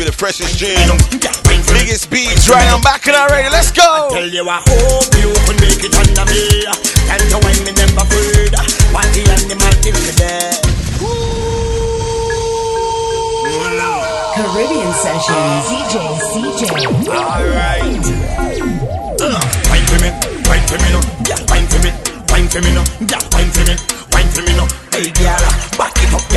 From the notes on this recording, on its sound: The weekly party before the party returns live from the Rotterdam Carnival weekender.